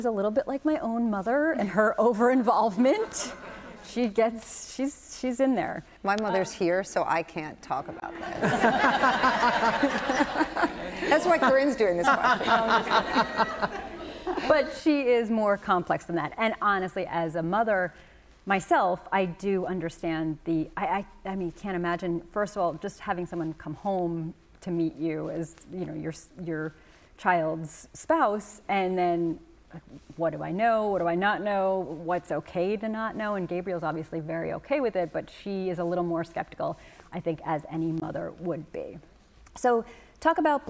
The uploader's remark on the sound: LIVE from the Westhampton Beach Performing Arts Center. Since we're LIVE with an audience, you get to hear questions from those who came to watch us!